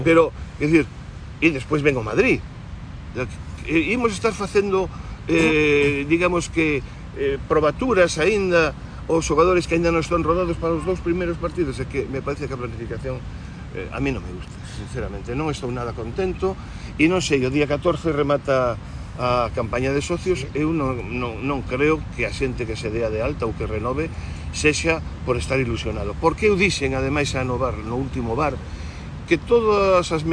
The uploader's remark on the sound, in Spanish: Programa grabado en la Playa de Samil, en Vigo.